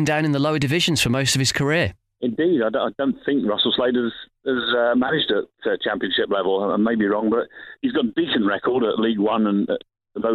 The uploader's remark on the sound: There's also a special guest on the phone.